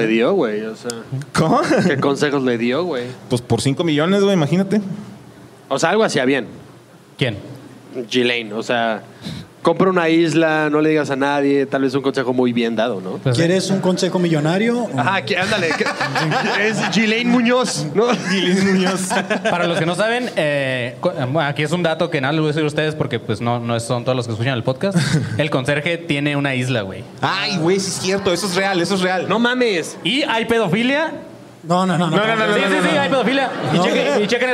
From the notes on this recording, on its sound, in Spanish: (En Vivo). Por primera vez en vivo desde el Foro 139 en la CDMX.